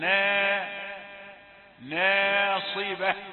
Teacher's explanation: عاملة ناصبة، المتوقع والذي نسمعه كثيرا من المتعلمين المبتدئين أن يقول عاملة ناصبة نا، يقول النا نون رقيقة والألف يتبع ما قبله تفخيما وترقيقا فتقول نا ناصبة.